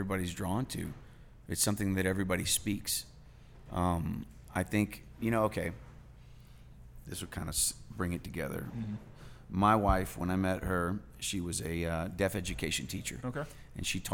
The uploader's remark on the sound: Live at the Liberty